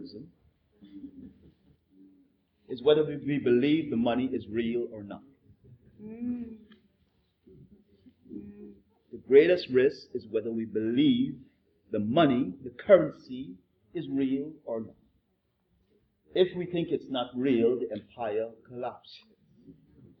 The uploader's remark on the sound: This podcast is a public conversation. Recorded in Santos, Brazil. Even though the audio quality isn't perfect.